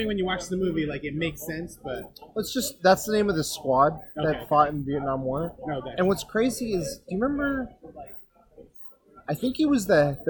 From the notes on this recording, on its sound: apologies for the audio quality, couldn't fix it in post and we just had to work thru it.